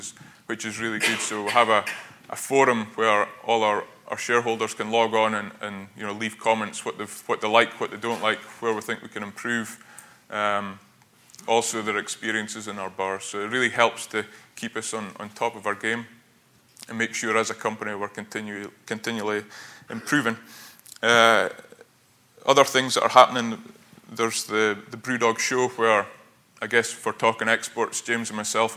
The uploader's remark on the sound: Plenary session (09:00-10:05) of the national Economic Forum. Followed by a Q&A session.